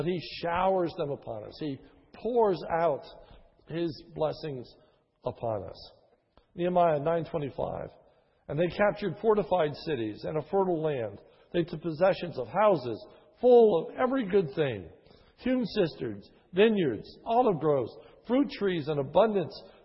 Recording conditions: large echoing room